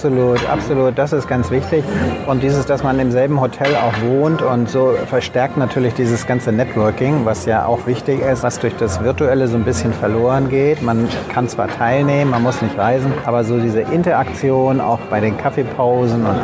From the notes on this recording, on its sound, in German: Live Interviews Teil 1 aus dem Getümmel des gut besuchten COSTEM Kongresses 2022 in Berlin